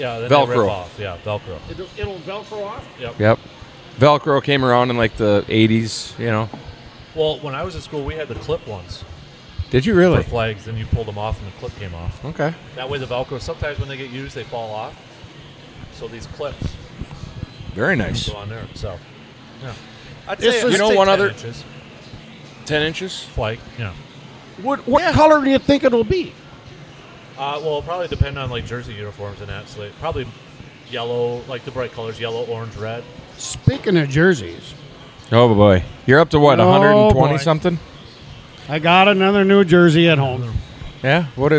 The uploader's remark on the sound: Record live from Hy-Vee for the release of Man Cave Light in 4-packs!